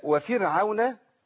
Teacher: خد بالك راء فرعون راء مرققه على طول في كلمه فرعون